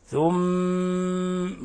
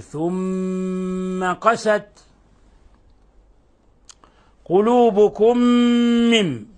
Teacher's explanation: حرف غنة مشدد، نضغط على الميم ونخرج غنة من الخشوم. ثم، ولابد من إطباق الشفتين.